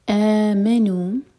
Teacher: آ مد بدل ہے، دوہر کا لمبا